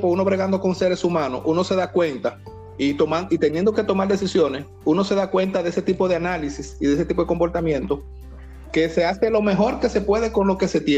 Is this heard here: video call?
yes